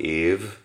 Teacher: De például, hogyha a szó elején van, amikor azt mondom, hogy van, akkor szerintem ott van egy pici zörej, persze messze nem olyan, mintha szövel kezdődne, de ott van valami kicsik ez zörej. A szó végén, ha azt mondom, hogy év, ott már szerintem elég erős zörej van